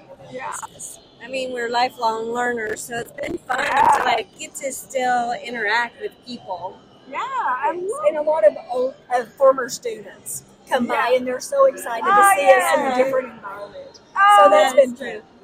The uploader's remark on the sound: This week, we bring you more of Pizza Expo Sessions on The Hot Slice Podcast from the show floor at Pizza Expo. Be patient with the sound.